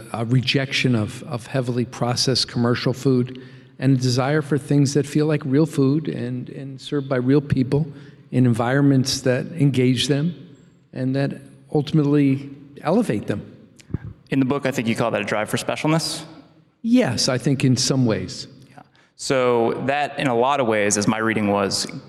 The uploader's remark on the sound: At a live Motley Fool member event in New York